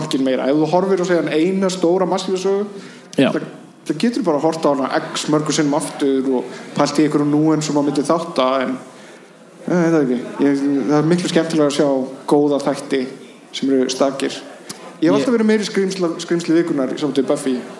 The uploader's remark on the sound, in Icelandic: Setjast á TwinPeaks-esque sviðið í hryllingsholunni Húrra og hljóðrita Live bloodcast fyrir framan áhorfendur sem eru fleiri en puttahnífar Freddys en færri en endurkomur Jasons.